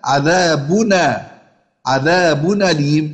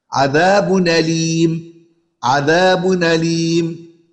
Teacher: نقلت حركة الهمزة اللي هي الفتحة إلى التنوين · Term: النقل